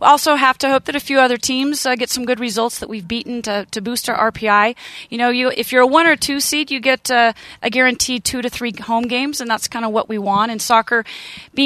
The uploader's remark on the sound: It's Gameday in Provo, Live from Lavell Edwards Stadium.